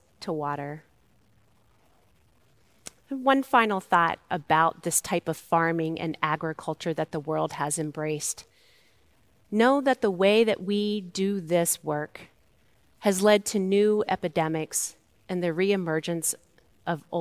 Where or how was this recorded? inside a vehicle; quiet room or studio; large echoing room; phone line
large echoing room